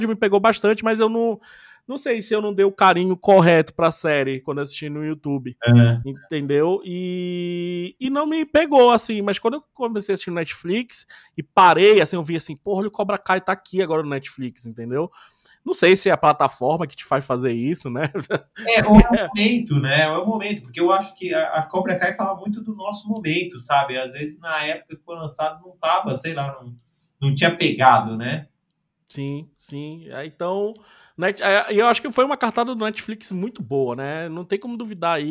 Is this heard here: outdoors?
no